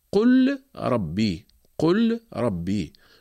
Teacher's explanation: مثال حرف الراء قول الله تعالى قل ربي، قل ربي، هنا اللام جاءت في الفعل ساكنة متطرفة، قل، بعدها جاء حرف الراء ربي، هنا نقوم بإدغام اللام في الراء ونحذف السكون من فوق اللام ونقوم بتشديد الراء